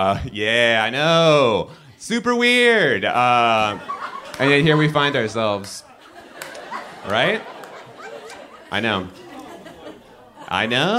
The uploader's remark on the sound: Live From Portland 2!